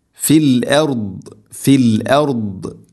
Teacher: ദാദ് ഉച്ചരിക്കുമ്പോൾ പ്രത്യേകം ശ്രദ്ധിക്കണം, ഹെവി ലെറ്ററാണ് അഥവാ സ്വരഭാരത്തിൽ ഉച്ചരിക്കേണ്ട ഇസ്തിഇല എൻ്റെ അക്ഷരമാണ്